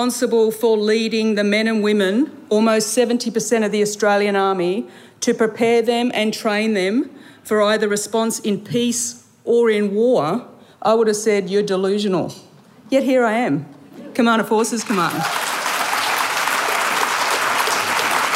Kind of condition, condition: setting, busy venue